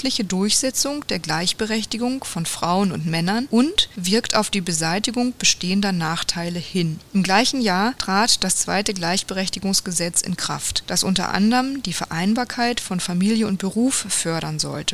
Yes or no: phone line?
no